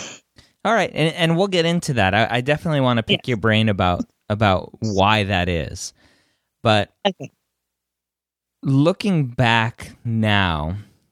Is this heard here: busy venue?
no